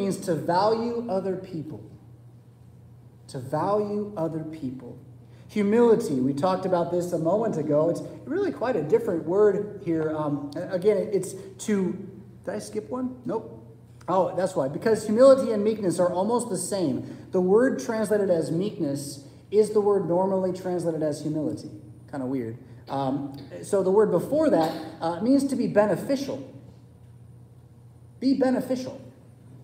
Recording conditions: large echoing room